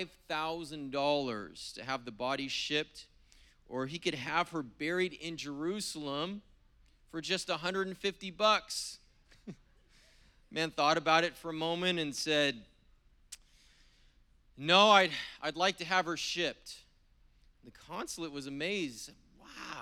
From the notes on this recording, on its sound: was preached on April 17th at the 10AM service